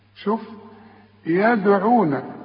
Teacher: لازم أقلقل الدال عليها السكون